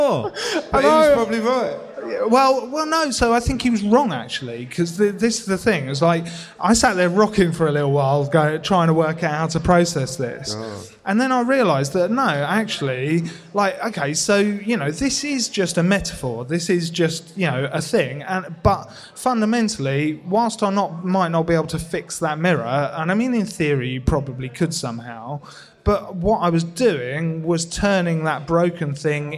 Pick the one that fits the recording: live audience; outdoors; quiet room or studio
live audience